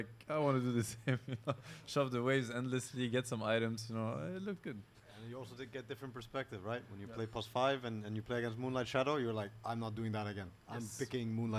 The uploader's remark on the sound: Live from Stockholm Major. The 3rd and final day of our Live Show comes to an end.